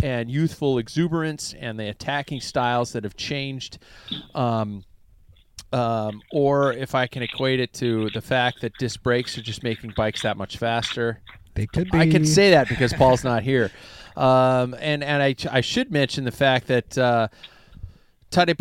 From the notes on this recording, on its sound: The Packfiller - On The Road. Well, we are definitely roughing out this episode. From the Packfiller Mobile Studio (it is actually an RV), with a few glitches that came along the way.